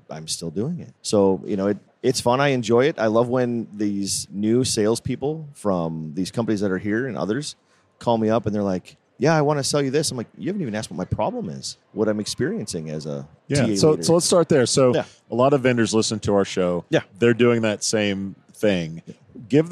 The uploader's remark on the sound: Recorded at SHRM